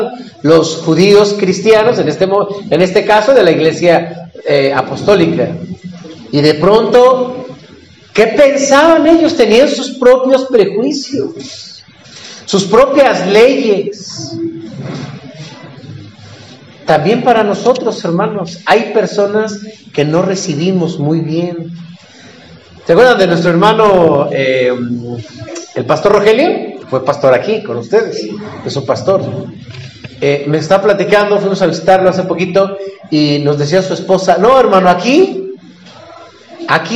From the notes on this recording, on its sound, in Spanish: Predica del culto matutino.